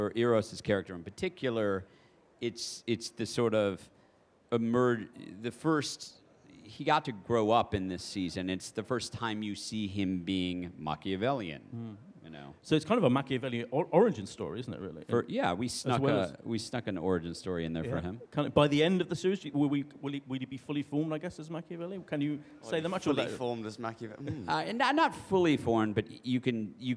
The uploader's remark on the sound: at the Apple Store, Covent Garden in London